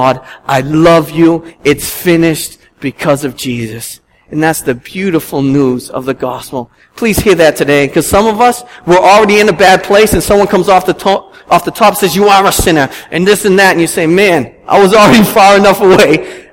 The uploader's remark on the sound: At Restoration Road Church in Wakefield, MA.